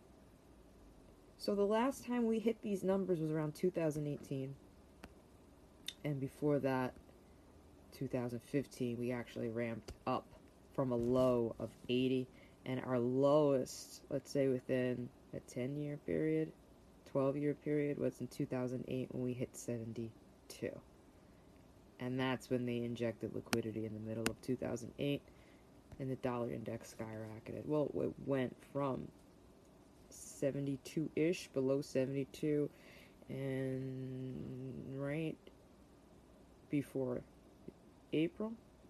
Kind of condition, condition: fault, background noise